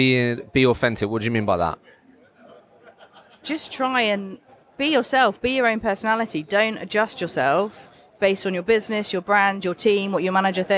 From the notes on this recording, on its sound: I recently attended the Recruitment Agency Expo in Birmingham, so I thought I would walk around with the microphone and record some podcast episodes